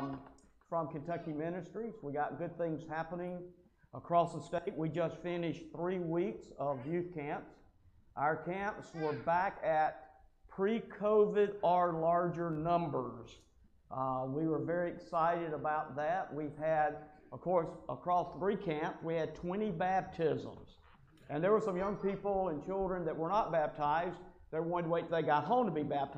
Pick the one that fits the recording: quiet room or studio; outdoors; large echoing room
large echoing room